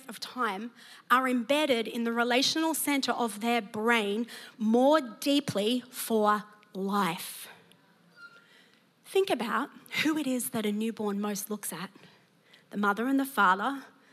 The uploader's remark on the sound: preached at Neuma Church Melbourne City Location